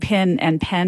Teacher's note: if I move to the South, I might start saying pin and pen more alike, but I probably don't know that the same vowel needs to merge in words like since and sense.